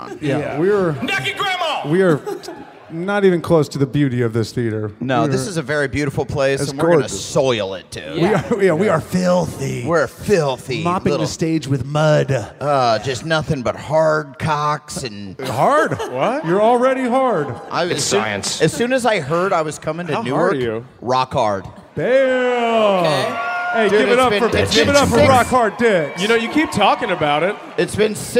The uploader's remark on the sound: Live from Newark!